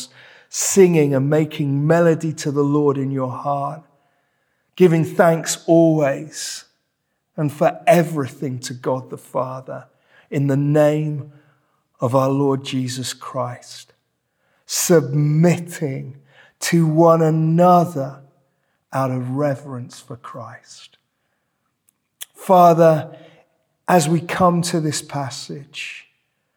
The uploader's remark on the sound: This sermon was preached at Welcome Baptist Church on Sunday 28th May 2023.